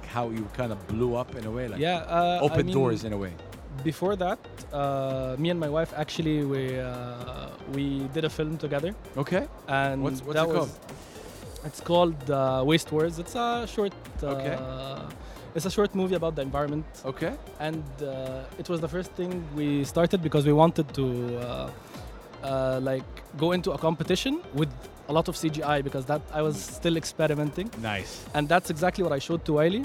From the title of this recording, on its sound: Live from SIBF 2023